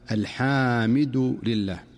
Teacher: يمد بعضهم الحاء مدا مفرطا فينطقها الحامد، الحامد لله، وكأنه أضاف ألفا بعد الحاء فيقول الحمد لله رب العالمين على سبيل المثال.